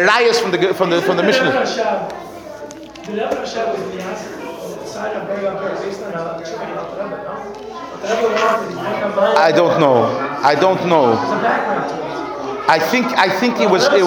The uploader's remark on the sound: Sunday Kolel Lecture. Recorded live at The Torah Center ATL.